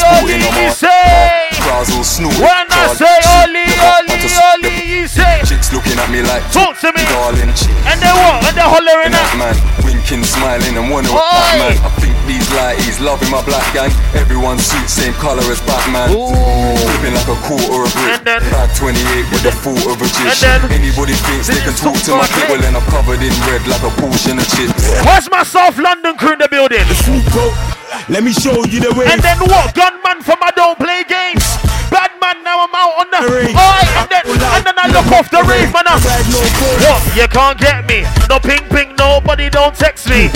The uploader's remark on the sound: LIVE HIPHOP SET AT 21DEGREES EVENT